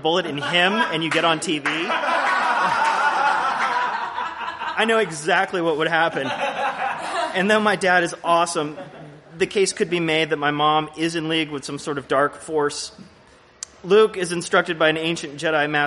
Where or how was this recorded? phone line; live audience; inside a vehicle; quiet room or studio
live audience